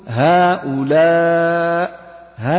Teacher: لو بمد المد المنفصل حركتين أقول هؤلاء ها يبقى مقدار حركتين